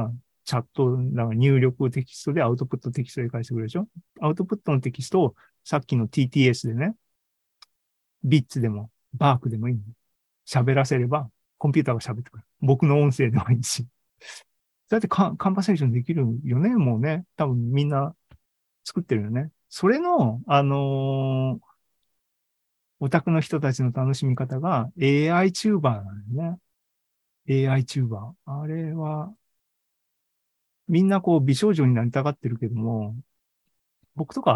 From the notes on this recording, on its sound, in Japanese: ２０２３年４月２６日に開催した ZOOMライブの模様です